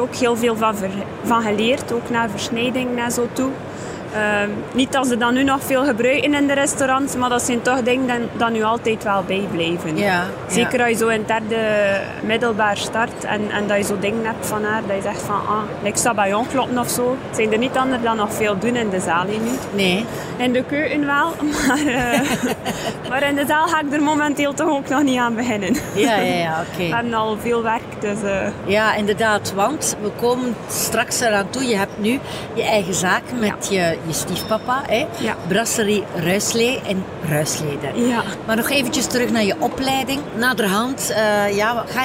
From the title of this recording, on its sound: Horeca Expo Live